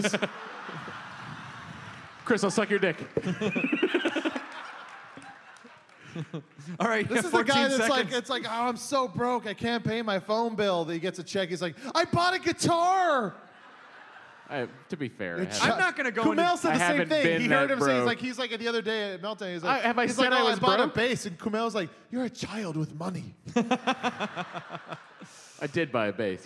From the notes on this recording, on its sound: Recorded LIVE in DC. About 700 people showed up to this one and it was a BLAST and a half.